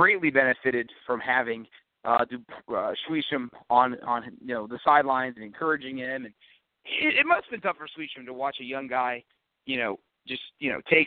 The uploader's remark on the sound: Live call-in edition